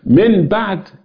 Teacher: قلب النون الساكنه او التنوين عند الباء ميم مخفاه بغنة · Term: الاقلاب